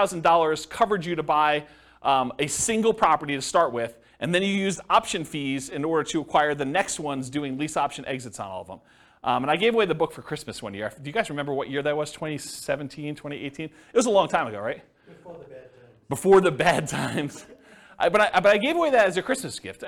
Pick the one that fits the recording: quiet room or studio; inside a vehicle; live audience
live audience